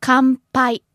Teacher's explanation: Because P is, your lips are together at the pa sound · Term: M sound